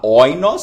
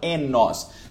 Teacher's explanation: Mas esse ditongo omicron iota, você fala, em vez de você falar oinos, você fala enos. · Shown in: second take